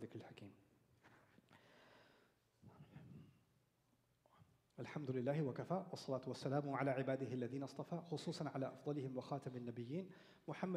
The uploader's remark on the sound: Live Khutbah